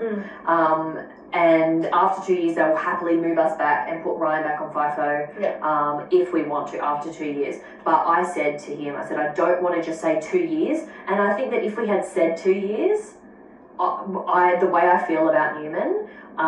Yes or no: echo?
yes